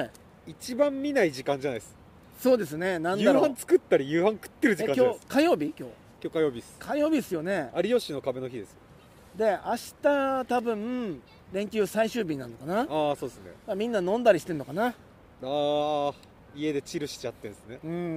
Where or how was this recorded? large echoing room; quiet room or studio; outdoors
outdoors